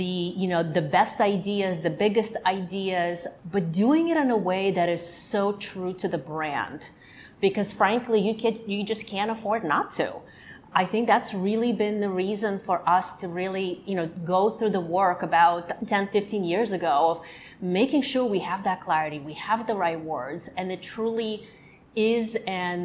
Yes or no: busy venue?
yes